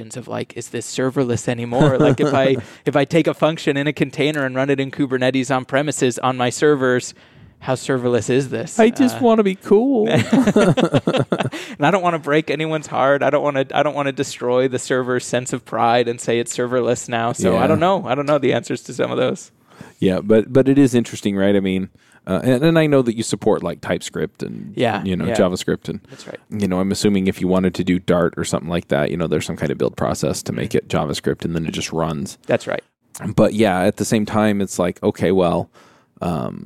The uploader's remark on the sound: LIVE at Microsoft BUILD. Coming to you live from the podcast booth at Microsoft BUILD.